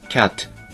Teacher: 語の発音の特徴として、語末というか、まあ、あるいは音節末を子音で終わるっていうことがないので、だからキャットっていう風に母音の O をつけたりして発音しがちなんですよね。で、本当はそこに母音はないので、キャットというか、あるいは破裂音 T を破裂させずにキャットという発音になります · Term: 内破音